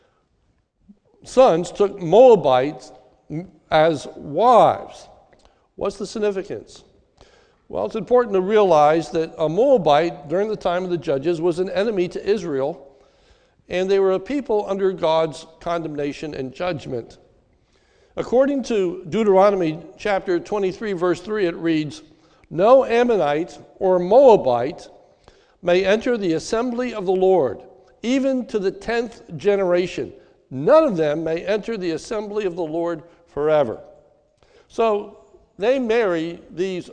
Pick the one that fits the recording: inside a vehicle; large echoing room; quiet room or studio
large echoing room